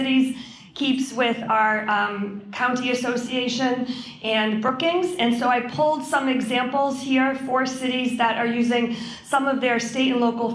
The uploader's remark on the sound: This episode features presentations from the event